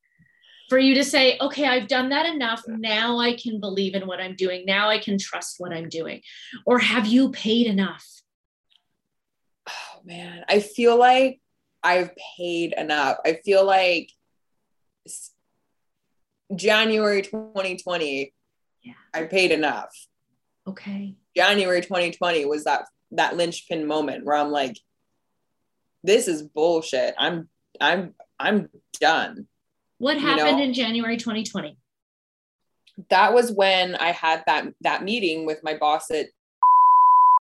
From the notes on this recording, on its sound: We asked, and you (overwhelmingly!) wanted to hear what happens in my Zoom room during a business strategy call.